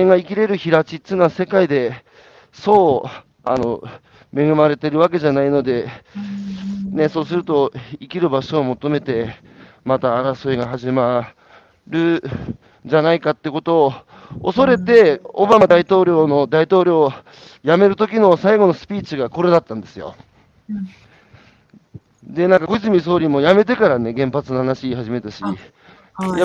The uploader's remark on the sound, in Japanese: 歩きながら1時間、対談する。